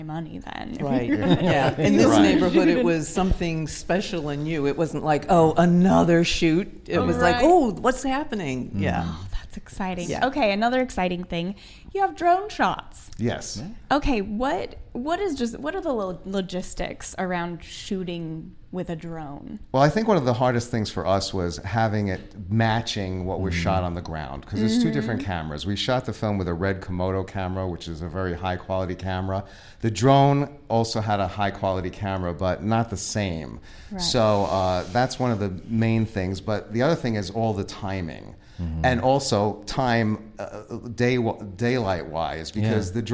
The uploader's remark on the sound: We are live, on-location at the Broadwater for We Make Movies International Film Festival